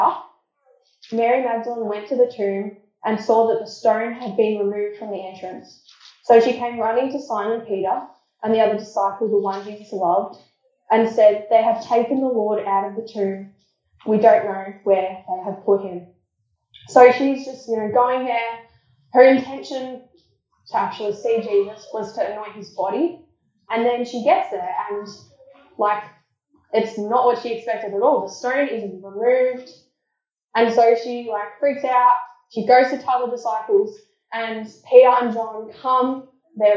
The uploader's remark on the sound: Apologies for the poor audio quality.